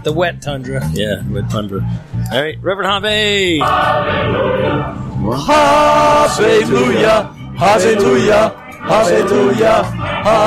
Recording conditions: busy venue